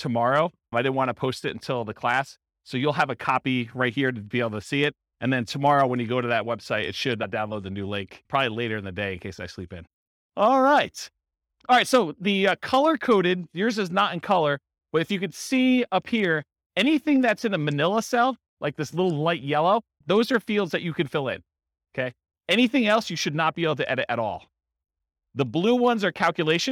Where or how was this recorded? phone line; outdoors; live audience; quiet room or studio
live audience